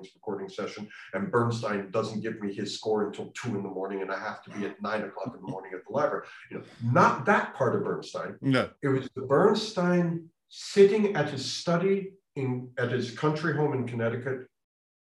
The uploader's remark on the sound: This interview was recorded on 1st December 2021 via Zoom.